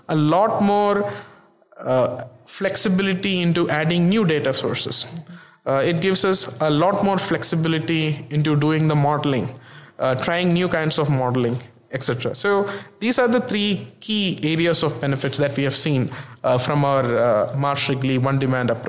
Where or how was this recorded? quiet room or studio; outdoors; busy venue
busy venue